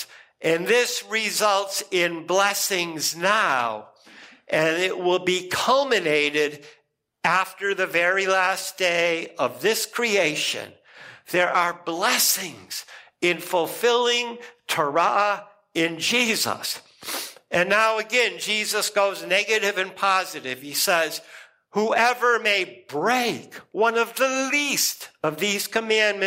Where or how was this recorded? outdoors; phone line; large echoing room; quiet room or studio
large echoing room